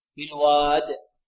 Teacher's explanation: نقف على الدال بالقلقلة